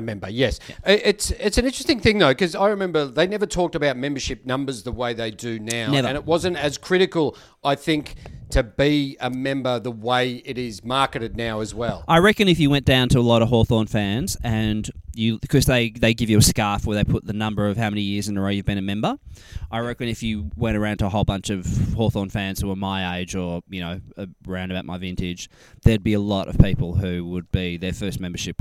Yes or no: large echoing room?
no